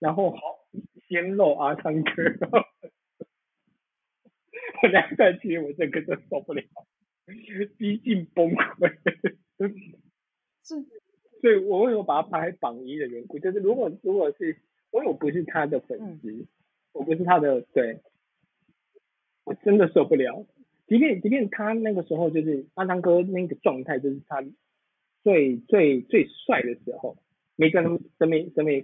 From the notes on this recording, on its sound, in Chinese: 首次搭檔錄音。第一次錄影，音質不好，請見諒！